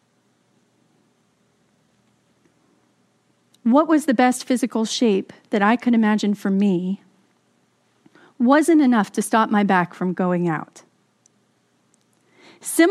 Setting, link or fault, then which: setting, large echoing room